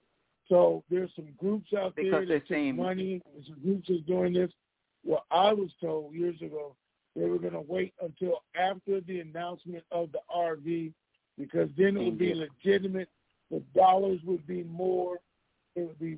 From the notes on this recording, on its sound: TNTSuperfantastic Conference Call